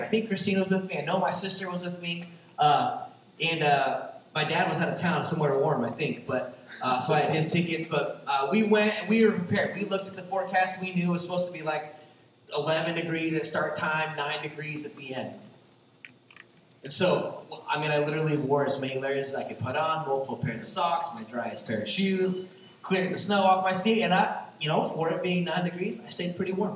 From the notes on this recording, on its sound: there was a mixup with our recording interface this week, so the audio isn't as clear as usual.